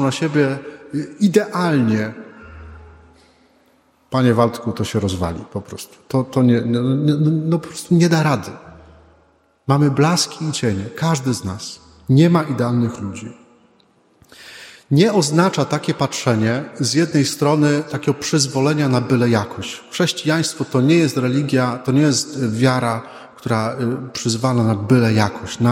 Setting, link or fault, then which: setting, large echoing room